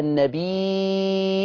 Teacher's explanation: وممكن بإثبات الهمز المفرد زي النبي، لما أثبت لها الهمزة تبقى النبي، فيترتب على إثبات الهمز المفرد المد